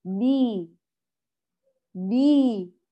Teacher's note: بكسر الباء بخفض الفك والباء مجهورة